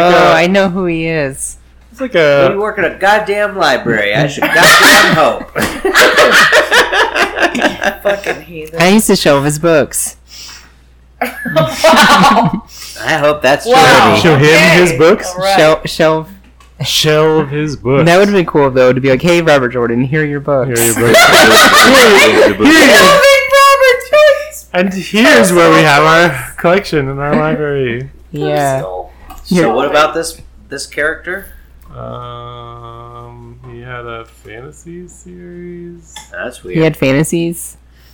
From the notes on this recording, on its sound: This one is a bit rough. It was dark and the audio needed a lot of work.